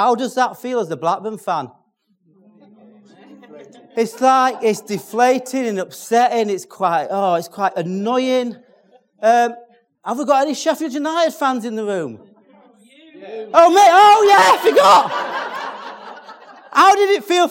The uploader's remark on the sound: from the Step by Step children’s ministry conference on the 26th February 2022